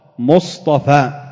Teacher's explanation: ومصطفى، كلمة مصطفى أصلها مصطفى، مصطفى بالتاء، فقلبت التاء طاء وجوبا. لماذا؟ لوقوعها بعد حرف من حروف الإطباق وهو الصاد، ويثقل عند النطق اجتماع التاء مع حرف الإطباق، وذلك لقرب مخرجيهما وتباين صفاتهما، فمخرجهما متقارب.